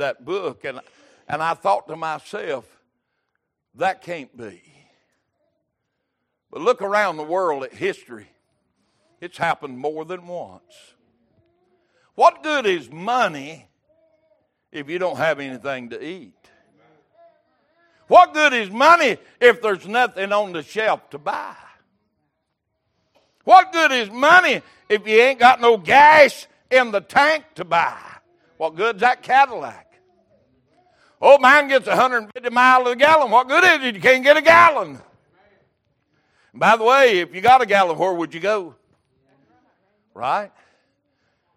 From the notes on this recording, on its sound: Wednesday Evening Service